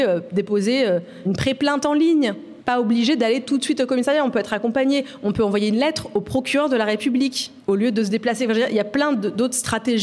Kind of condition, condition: setting, live audience